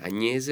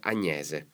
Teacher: partiamo da Agnese con la E aperta · Shown in: second take · quindi non è Agnese ma è Agnese.